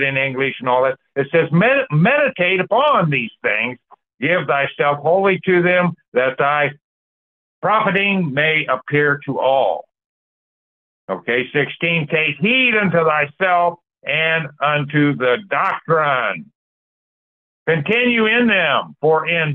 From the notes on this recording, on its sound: The 1611 King James Bible Prophecy Church. Call In Bible Study.